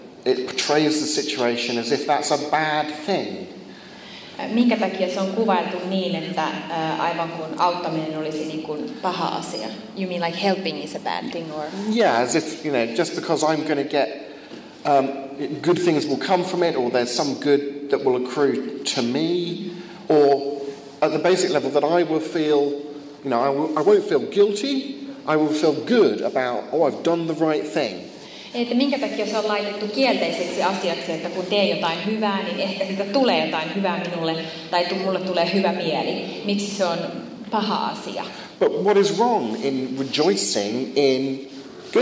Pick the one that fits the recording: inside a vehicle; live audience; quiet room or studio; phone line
live audience